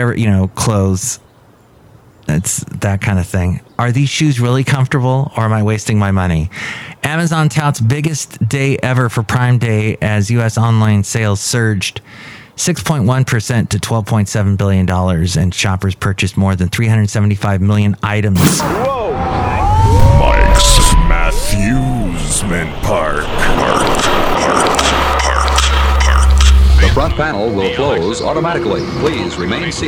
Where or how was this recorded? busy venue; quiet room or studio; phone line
busy venue